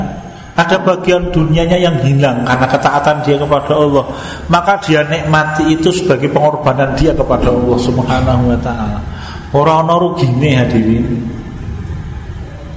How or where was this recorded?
large echoing room